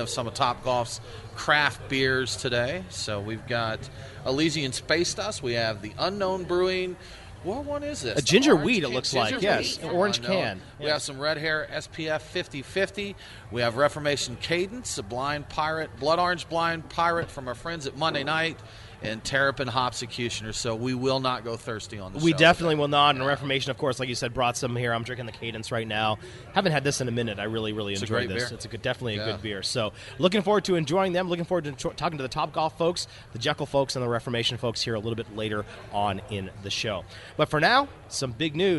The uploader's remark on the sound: Live from TopGolf